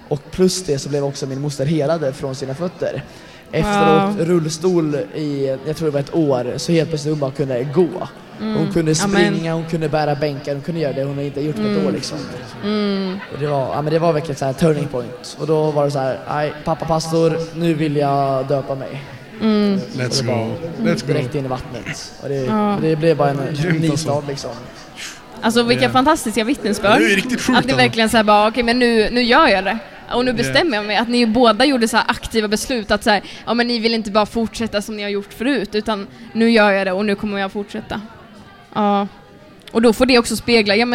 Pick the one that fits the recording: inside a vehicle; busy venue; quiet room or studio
busy venue